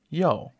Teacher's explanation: in Chinese, right is yo, the fourth tone